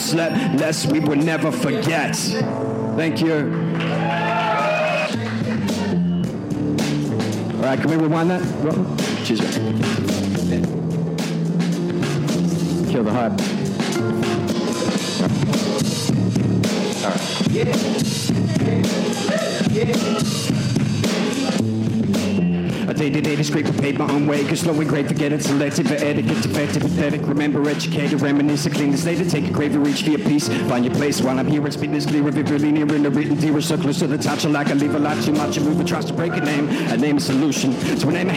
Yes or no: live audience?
yes